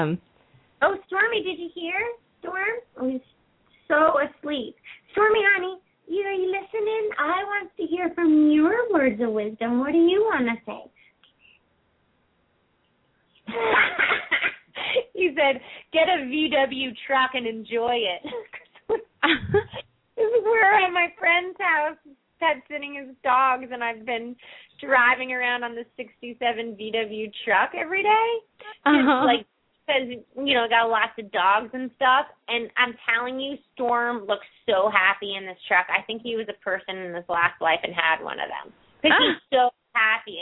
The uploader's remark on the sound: Pet Psychic Radio. Open up the lines for listeners to call.